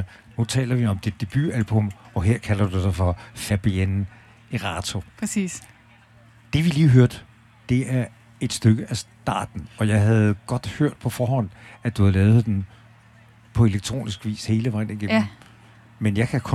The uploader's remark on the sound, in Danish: live og direkte på The Lake under Badesøfestivalen